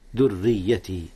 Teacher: ترقيق الراء هنا يا أستاذنا، حيث وقعت مكسورة عن الراء الأخيرة من الراءين المدغمتين ذريتي، فالذرية فيها راءان أعرب عن الراءين التشديد، إذ التشديد قائم مقام حرفين.